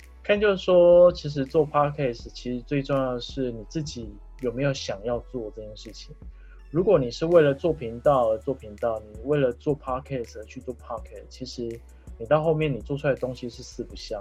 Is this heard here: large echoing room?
no